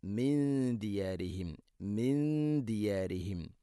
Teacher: സാക്കിന നൂനു ശേഷം ദാൽ അവിടെ അവ്യക്തമാക്കി മണിക്കണം